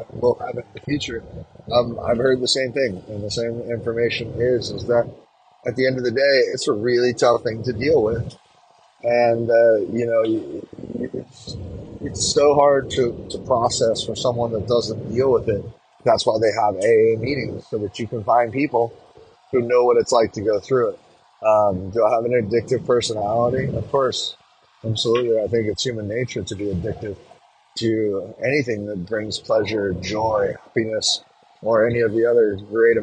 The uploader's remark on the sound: Our 13th episode was recorded while on a road trip, creating a different quality than our normal.